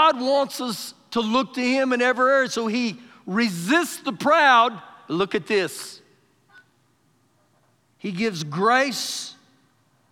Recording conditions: large echoing room